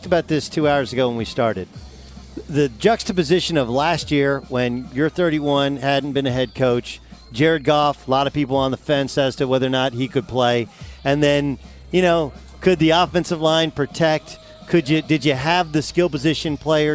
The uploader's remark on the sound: LIVE from Los Angeles Rams training camp!